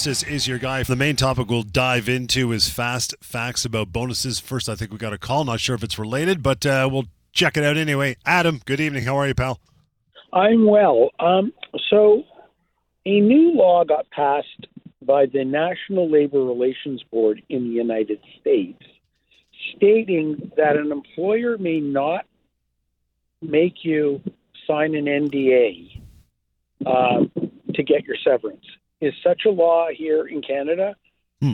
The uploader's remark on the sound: your phone calls